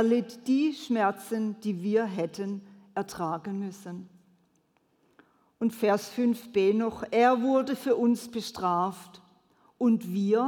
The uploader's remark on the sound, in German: predigt im Missionswerk Karlsruhe